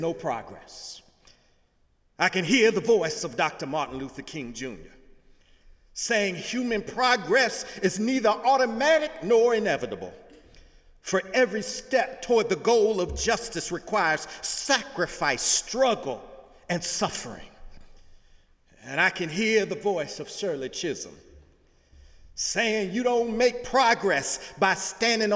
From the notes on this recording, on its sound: Sunday sermon December 3, 2017 in the Memorial Church of Harvard University